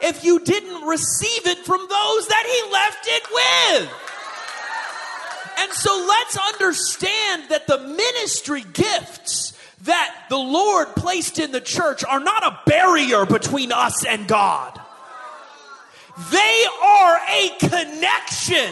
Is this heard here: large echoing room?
yes